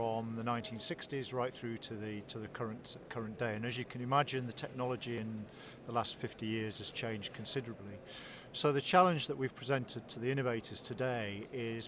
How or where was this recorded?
busy venue